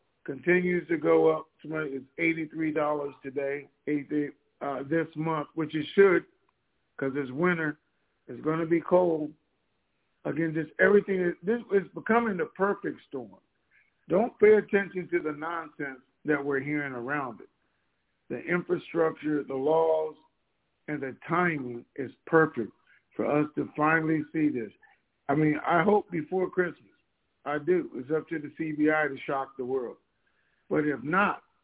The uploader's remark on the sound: TNTSuperfantastic Conference Call